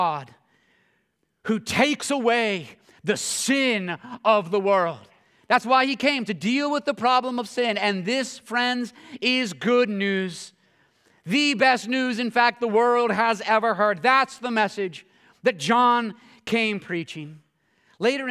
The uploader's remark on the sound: this sermon at Covenant Fellowship Church